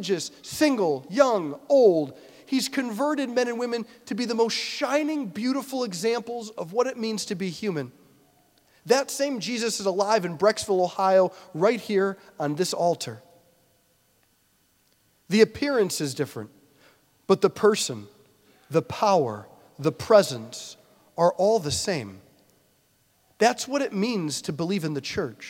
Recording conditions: large echoing room